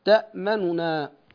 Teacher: فلنا وجهان، إما أن نقرأ هذه الكلمة بالاختلاس يعني نفك الإدغام نقرأ بنونين، حركة الأولى مختلسة يعني ننطق بثلثي الحركة